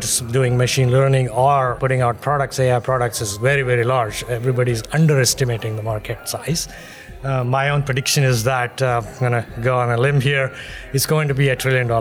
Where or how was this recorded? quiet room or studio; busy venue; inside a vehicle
busy venue